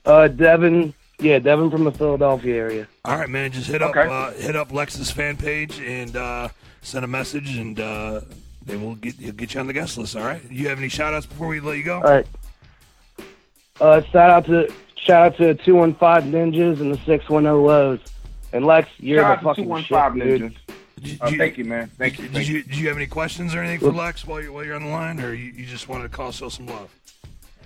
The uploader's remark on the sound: calls in to Wicked 101!